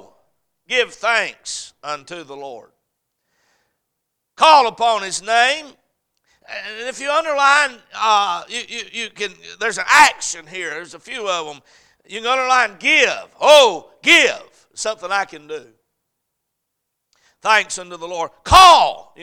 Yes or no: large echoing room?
yes